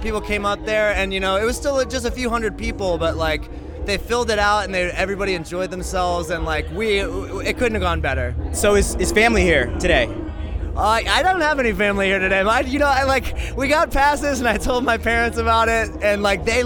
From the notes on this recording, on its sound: backstage at Philadelphia's 'Budweiser Made in America Festival